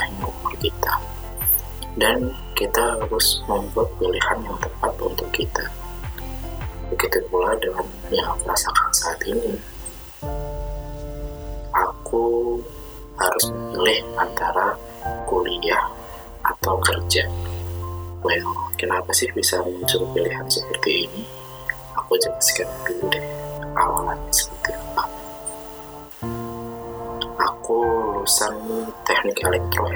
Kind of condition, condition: fault, poor sound quality